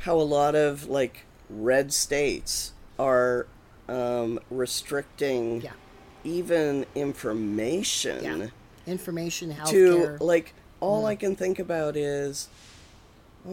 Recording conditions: sounds in the background